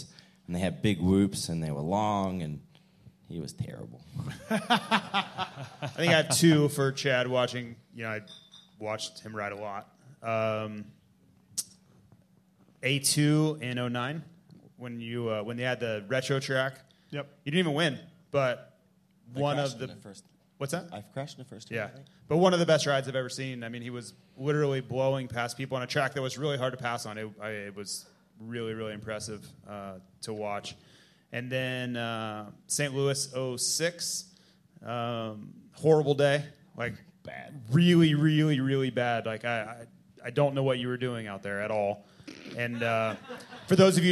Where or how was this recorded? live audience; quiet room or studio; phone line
live audience